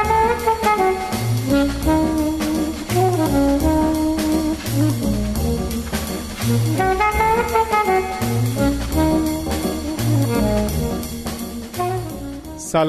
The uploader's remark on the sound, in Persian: این مصاحبه در پنجمین تولد پادکست و با حضور جمعی از همراهان عزیز ۱۰صبح ضبط شده است.